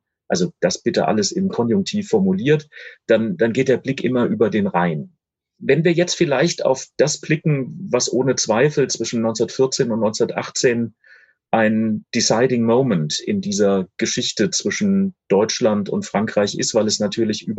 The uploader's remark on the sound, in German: Das per Videokonferenz geführte Gespräch. Im Rahmen einer Veranstaltung der Katholischen Akademie Freiburg statt. Wir präsentieren hier eine leicht gekürzte Hör-Fassung.